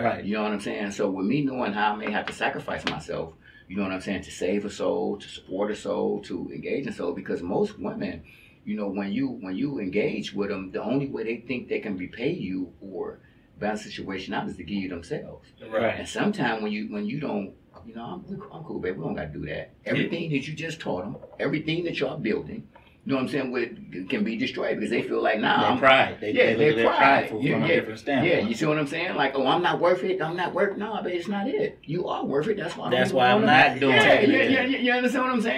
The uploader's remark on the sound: If your Audio sounds hollow it’s ok we had some technical difficulties